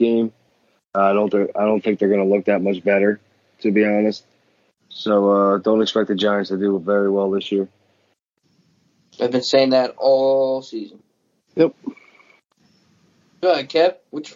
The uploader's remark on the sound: The boys meet up virtually through skype.